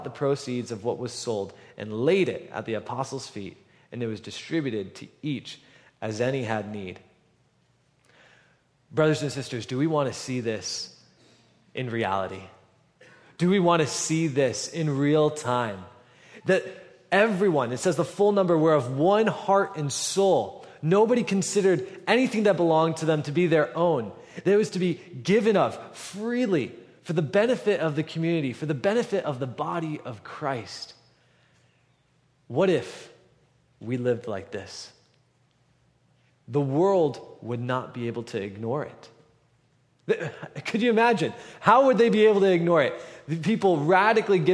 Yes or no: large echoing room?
yes